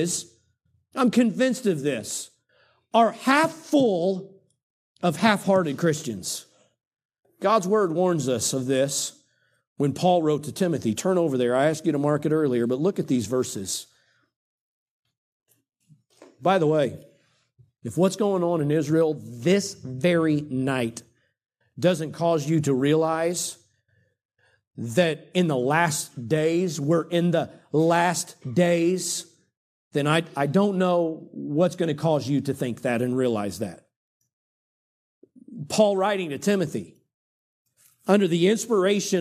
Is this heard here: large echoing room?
yes